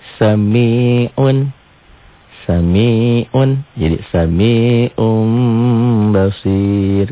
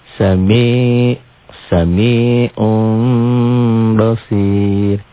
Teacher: Bunyi nun mati menjadi mim mati. Atau kalau dilatihkan bunyi N-nya menjadi M. Disertai samar.